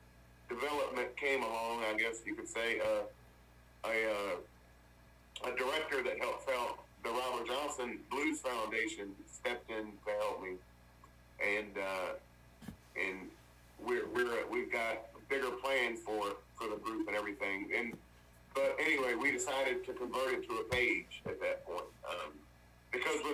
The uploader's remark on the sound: burnt the phones lines to Virginia